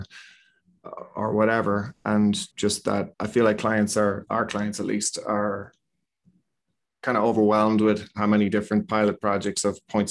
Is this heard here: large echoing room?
no